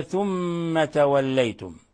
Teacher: ثم ميم مشددة، الحكم التجويدي أنها حرف غنة مشدد فنعطيها غنة مقدار حركتين من الخشوم